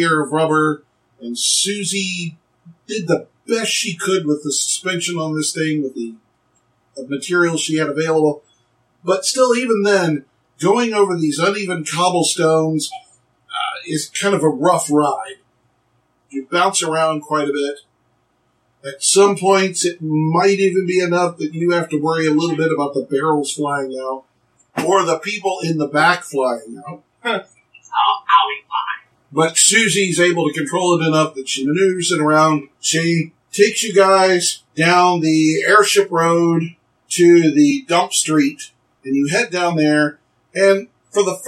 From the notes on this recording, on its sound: My editing is getting better but the sound quality was terrible on the raw recording.